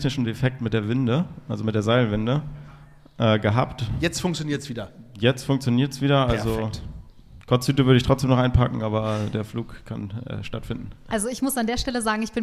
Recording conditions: large echoing room